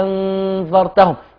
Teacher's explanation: فعشان كده هتتمد مد ستة. أنذرتهم تمد ستة وتبقى تنزل على إخفاء النون. أنذرتهم يبقى لما تقرأ الورش أنذرتهم أدي التسهيل.